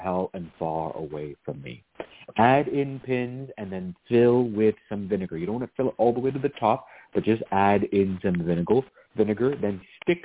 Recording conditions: phone line